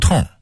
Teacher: 很生硬地把胡同的同读成同志的同，其实它应该儿化韵，读痛